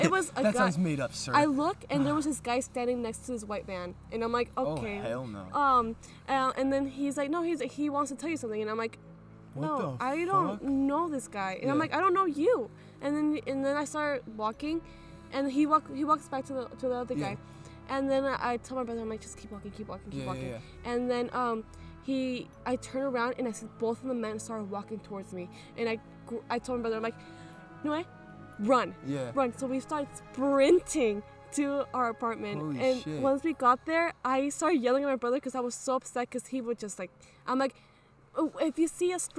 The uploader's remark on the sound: Recorded at an abandoned water aqueduct in the middle of the forest.